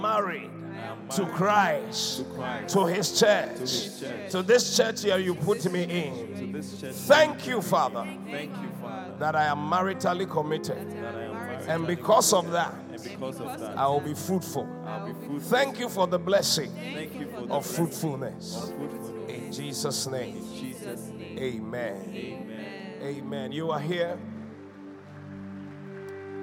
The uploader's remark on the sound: Preached at the Qodesh